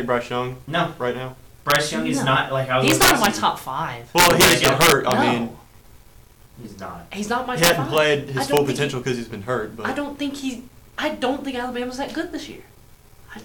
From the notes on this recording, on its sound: AUDIO WARNING